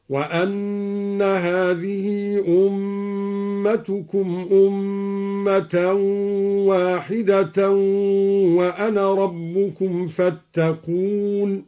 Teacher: قرأ الدوري بفتح الهمزة: وأن هذه أمتكم